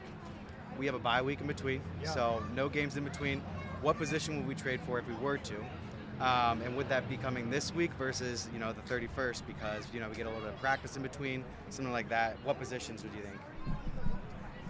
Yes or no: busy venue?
yes